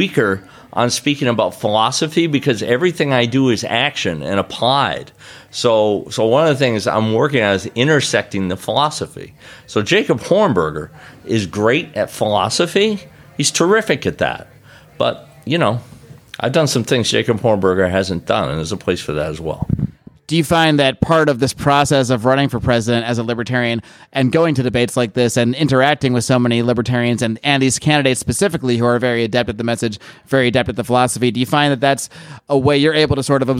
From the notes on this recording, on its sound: A compilation of interviews recorded at the Libertarian Party of California State Convention. Went to the convention and sat down to record a podcast after the LP POTUS candidate debates, and ended up conducting impromptu interviews.